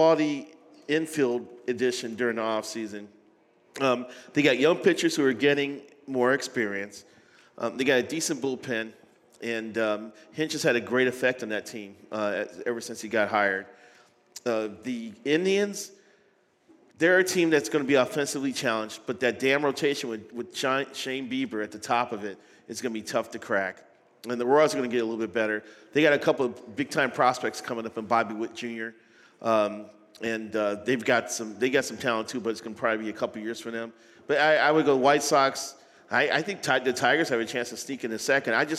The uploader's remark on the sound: At a live show from 11 Wells Distillery.